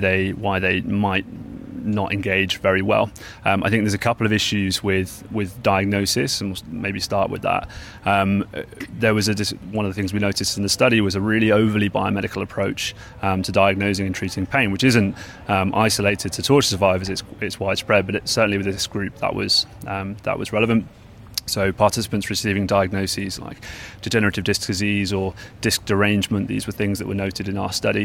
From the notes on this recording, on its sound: LIVE from the WCPT Conference in Geneva, Switzerland